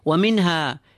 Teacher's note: وَمِنْهَا It appeared before. Noon with a sukun followed by a ha. Idhar we apply. No hunna.